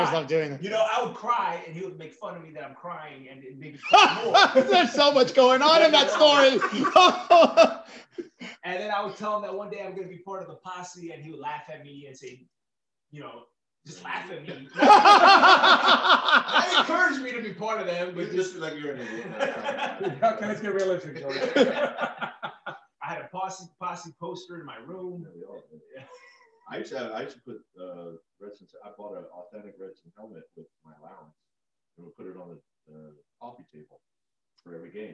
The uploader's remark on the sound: Dry Run - Pilot Episode w/bad audio. Sorry about the production had the wrong mic on!